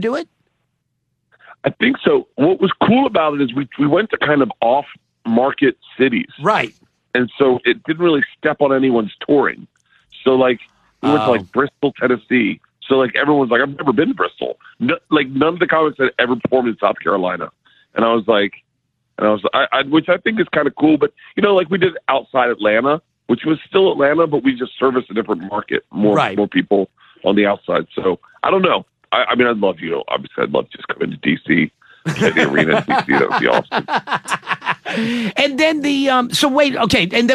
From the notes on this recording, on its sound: Makes a surprise call in to the show! On The Phone!